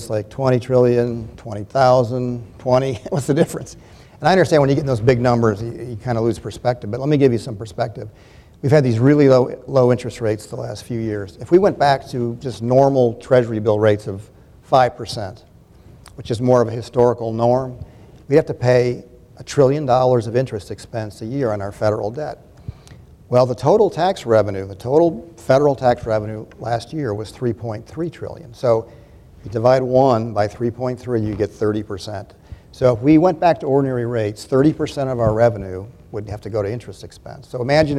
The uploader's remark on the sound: This is a live recording of the American Democracy Project Town Hall Meeting. This event was recorded live Wednesday, October 27 on the campus of Georgia College.